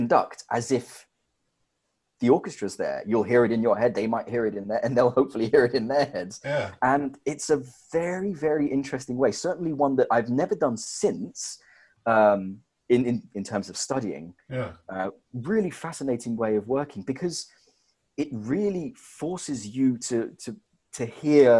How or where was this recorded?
video call